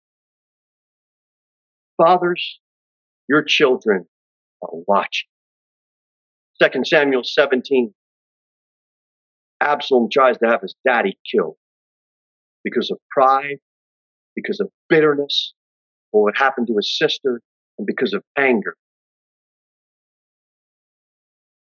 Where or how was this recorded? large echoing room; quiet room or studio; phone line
large echoing room